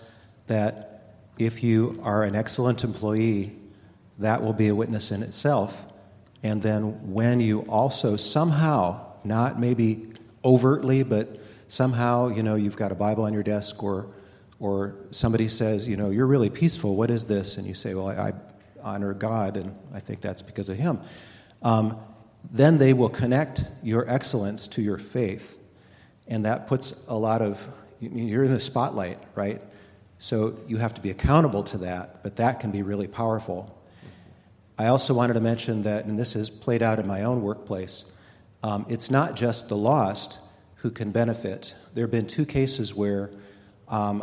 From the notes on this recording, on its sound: A few speakers and members of the audience share tips and experiences.